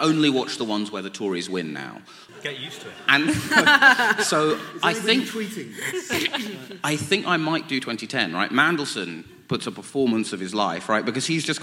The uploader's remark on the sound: New Statesman Podcast Live. On the live podcast panel.